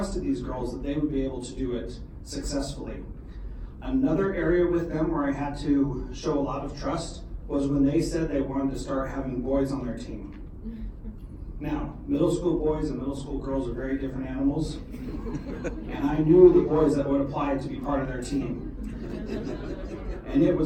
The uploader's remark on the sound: This is a keynote that I presented for the Alaska Society for Technology in Education Conference in February.